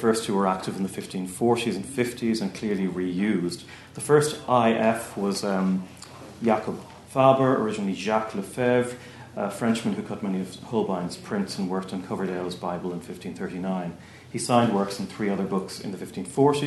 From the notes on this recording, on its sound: at the 2022 Tudor and Stuart Ireland Conference